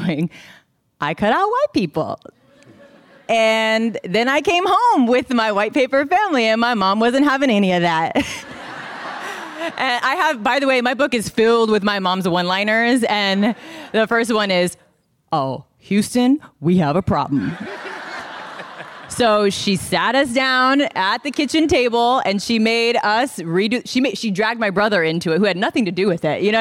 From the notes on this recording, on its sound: This program was recorded in front of a live audience at The Marines Memorial Theatre in San Francisco on June 18th, 2019.